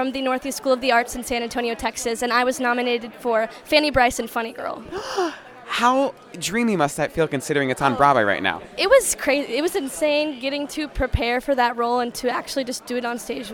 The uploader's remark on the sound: Inside Jimmy Awards 2023 Rehearsals. LIVE inside rehearsals for the 2023 Jimmy Awards (The National High School Musical Theatre Awards) at The Juilliard School in New York City.